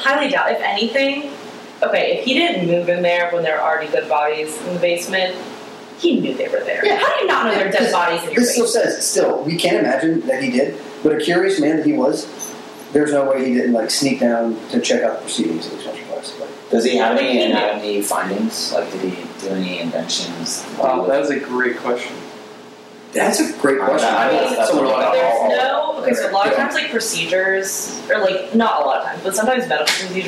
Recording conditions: poor microphone